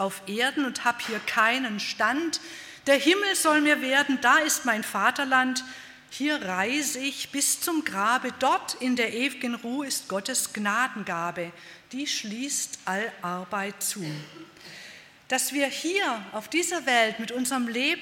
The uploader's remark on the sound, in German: bei einer Veranstaltung der Liebenzeller Mission